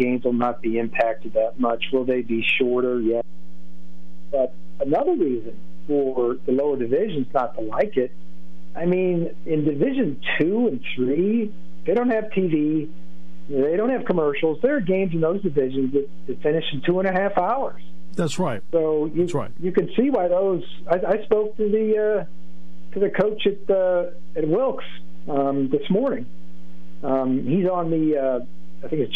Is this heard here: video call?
no